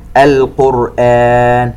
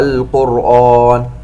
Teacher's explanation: القاف والراء مفخمات والهمزة مرققة · Shown in: first take